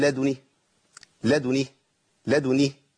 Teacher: الدال بتشم ريحه الضم والنون بتكسر والهاء بتكسر